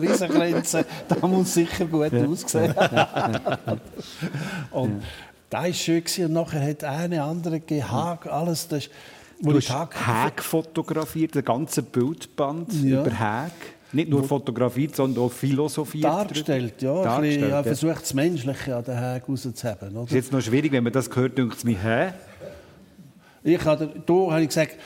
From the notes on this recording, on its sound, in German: live aus der «Kunsthalle» Appenzell